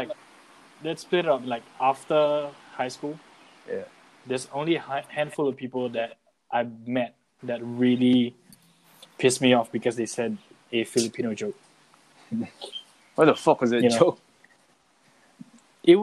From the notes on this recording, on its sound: This episode was a mess because of the audio cuts.